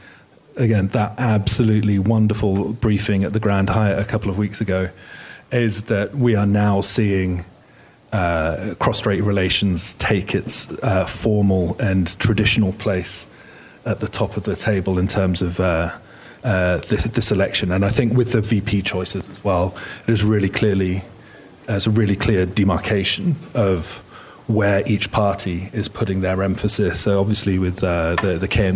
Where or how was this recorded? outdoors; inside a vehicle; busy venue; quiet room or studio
busy venue